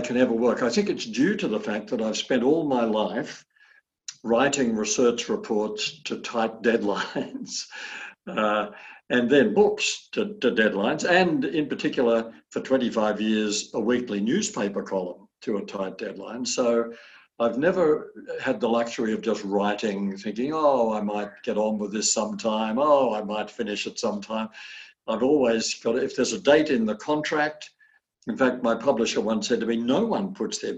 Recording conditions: video call